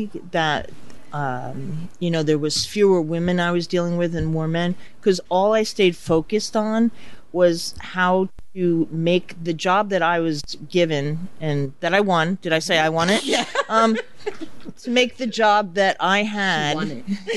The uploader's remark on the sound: A Talk of Success is LIVE at The Stone Pony in Asbury Park